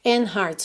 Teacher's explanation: você pode não pronunciar o D de and. Como consoante oclusiva, ela poderia aparecer mais, menos ou nada, né? E facilita ligar o N já no hearts.